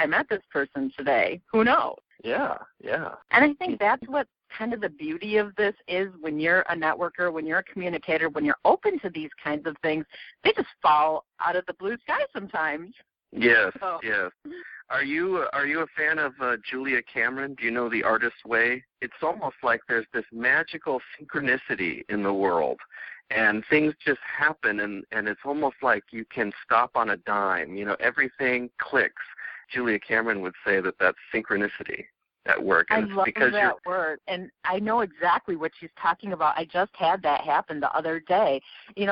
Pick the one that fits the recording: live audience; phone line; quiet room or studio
phone line